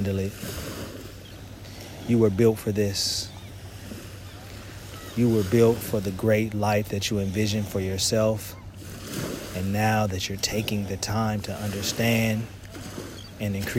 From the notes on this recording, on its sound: Beach Meditation (Real Life Coastal Ambiance). This soothing meditation and affirmation was recorded at the edge of the ocean water.